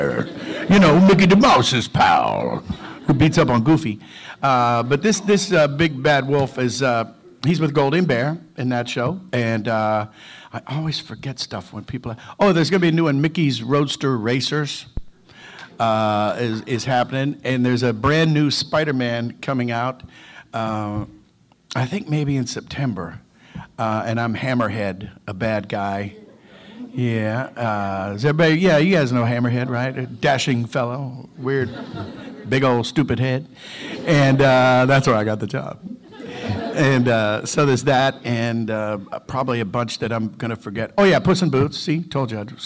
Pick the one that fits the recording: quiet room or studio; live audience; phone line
live audience